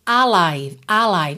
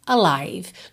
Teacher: esse A inicial, ele tem que aparecer, mas ele não tem ênfase · Shown in: second take · tá? Você não diz alive, alive, e sim alive.